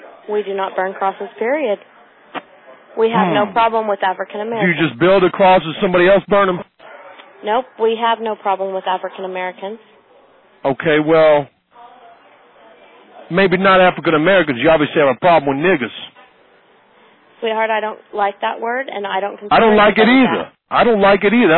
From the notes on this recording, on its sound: Prank Phone Calls.